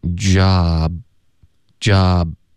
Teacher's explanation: 后面结尾那个 b 的音我们省略呢，嘴唇要合上，导致一个干脆的停顿